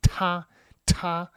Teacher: the biggest difference between the Chinese T and the English T is that it's more aspirated in Chinese